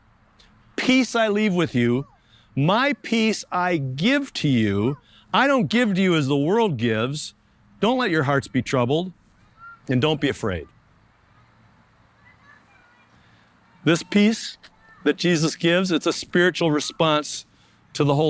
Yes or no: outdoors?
yes